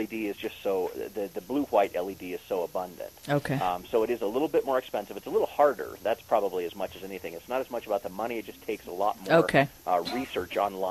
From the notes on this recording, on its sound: call in as our Green Dude this week